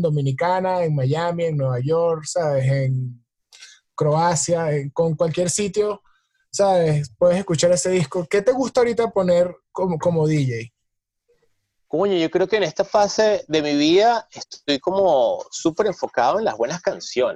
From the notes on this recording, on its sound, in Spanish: Se conectan via Zoom un domingo por la mañana.